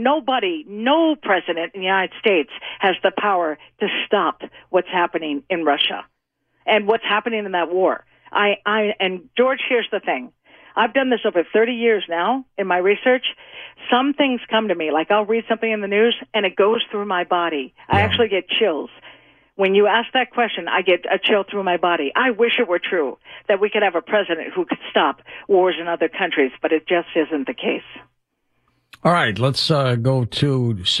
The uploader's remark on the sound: as listeners call in to have their numbers read